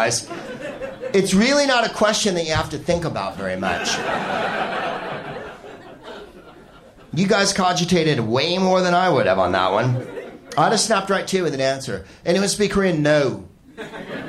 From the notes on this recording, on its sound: Live from The SoGymnase in Paris.